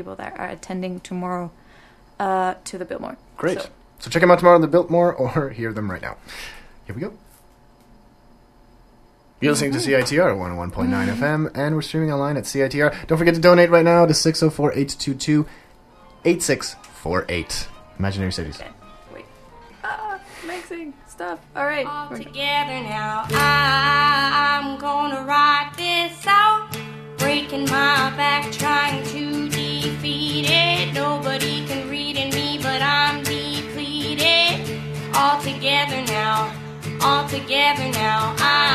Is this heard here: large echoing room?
no